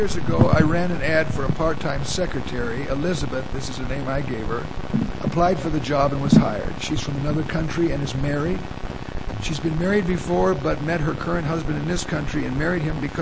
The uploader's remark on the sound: Due to technical difficulties, the quality of this recording is extremely poor. There is much background static and hum.